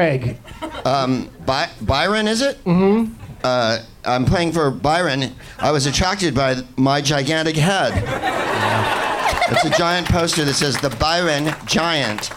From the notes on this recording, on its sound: Live from the Punchline in San Francisco